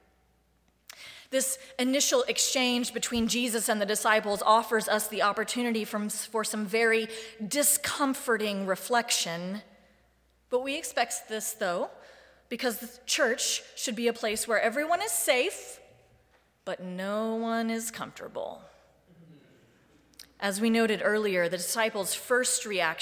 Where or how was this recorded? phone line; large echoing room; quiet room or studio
large echoing room